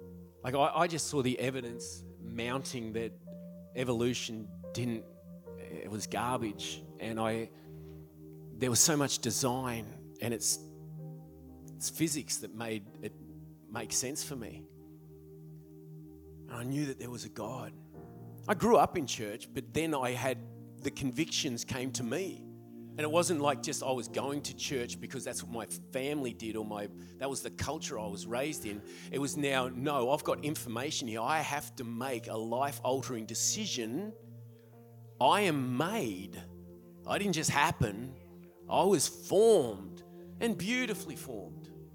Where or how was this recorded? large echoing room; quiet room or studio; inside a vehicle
large echoing room